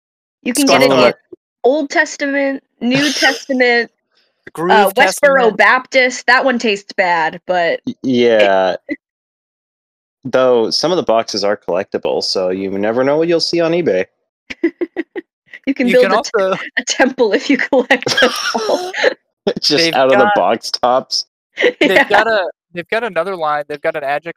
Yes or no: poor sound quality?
yes